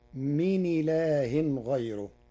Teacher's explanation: قرأ ورش من إله غيره بنقل حركة الهمز إلى الساكن قبله تخفيفا مع ترقيق راء غيره لوقوع ياء ساكنة قبله